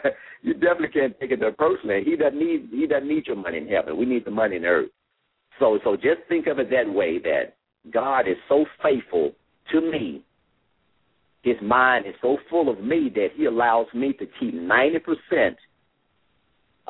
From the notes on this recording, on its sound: LML uses a progressive live call in format.